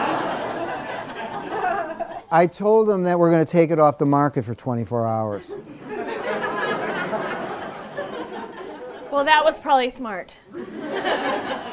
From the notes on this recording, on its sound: She recently returned to Chicago for the Chicago Improv Festival, where she recorded this live episode of Improv Nerd on the Second City Main Stage.